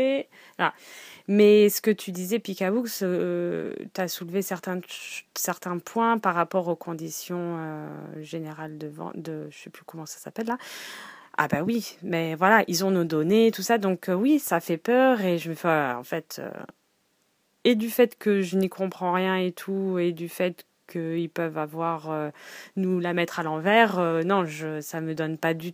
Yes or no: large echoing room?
no